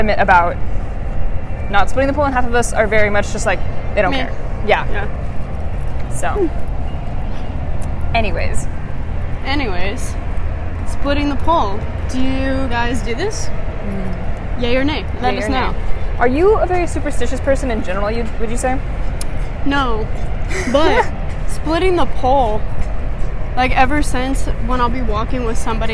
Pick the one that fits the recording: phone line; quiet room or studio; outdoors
outdoors